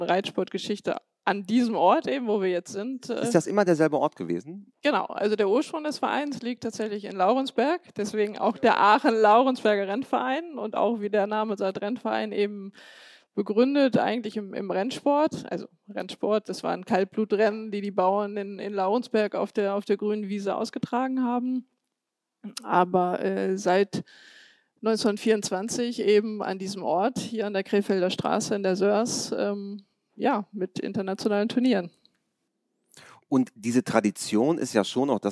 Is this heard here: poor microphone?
no